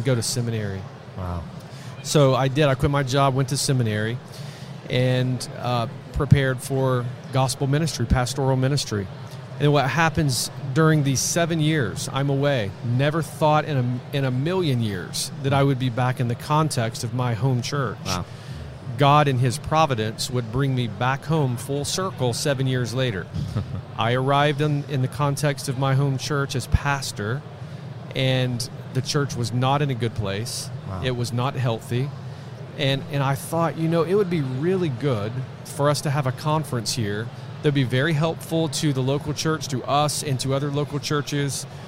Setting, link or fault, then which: setting, busy venue